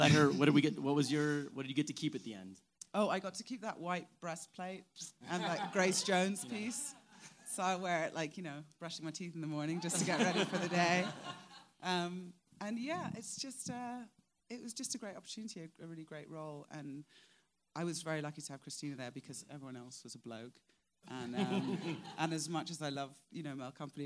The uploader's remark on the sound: Talk shop following a screening of the series premiere at the Sundance Film Festival.